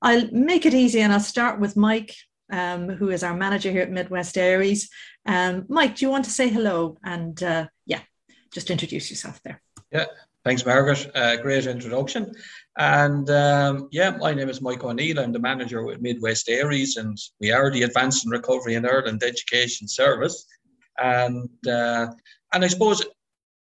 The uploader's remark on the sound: This audio recording of our webinar in partnership with Mental Health Ireland where our panel discuss boundaries.